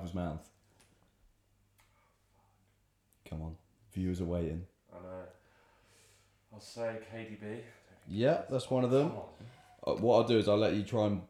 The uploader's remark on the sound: NEW MICROPHONES (bare with us as we get used to them lol)